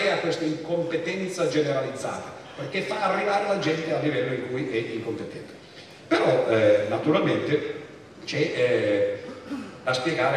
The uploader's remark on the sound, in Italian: Festival della Mente, Sarzana.